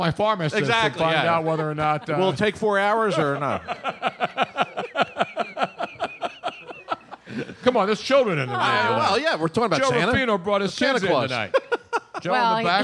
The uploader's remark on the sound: Live from MOONSHINE